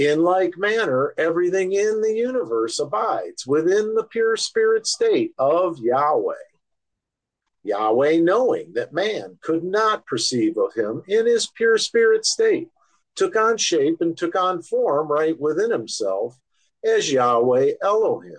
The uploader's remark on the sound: Oceanside Zoom Class